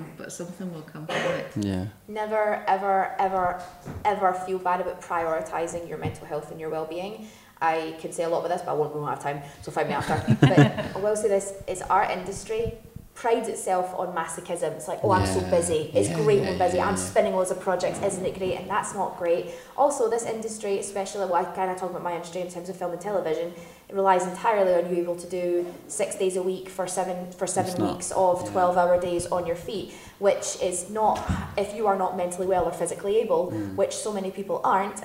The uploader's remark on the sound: Special live episode. This episode was recorded on Sunday the 8th of October at the HB Film Festival.